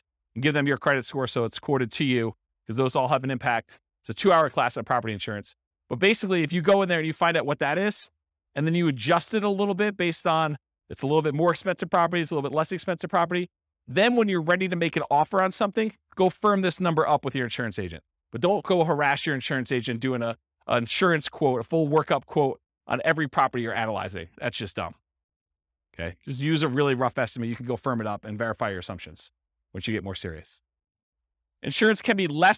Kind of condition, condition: setting, live audience